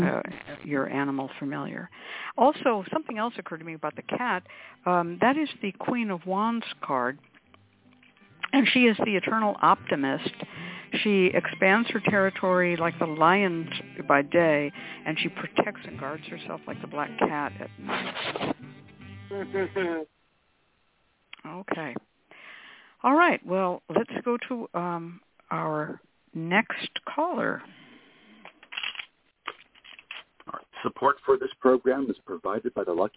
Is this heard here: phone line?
yes